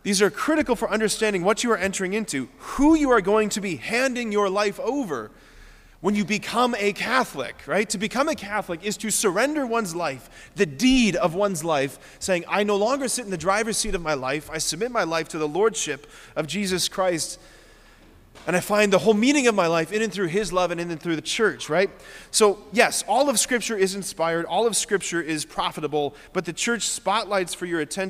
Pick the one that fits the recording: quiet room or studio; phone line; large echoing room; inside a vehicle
large echoing room